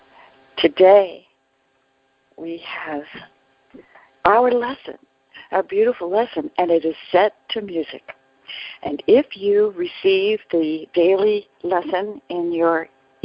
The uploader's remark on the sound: ACIM Daily TEXT Conference Call